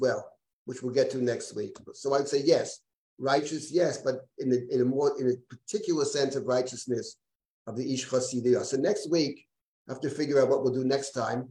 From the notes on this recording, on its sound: This audio was originally captured from Zoom